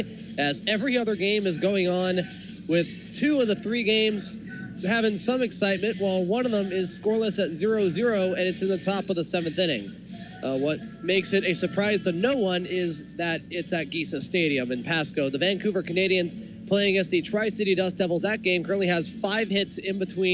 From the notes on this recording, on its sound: This is the full broadcast recording of the August 21st, 2019 game between the Boise Hawks and the Salem-Keizer Volcanoes.